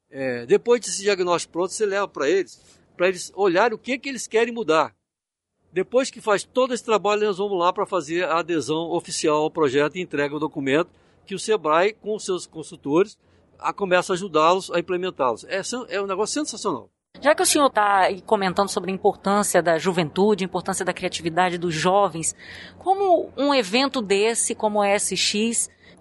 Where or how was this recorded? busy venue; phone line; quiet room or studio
busy venue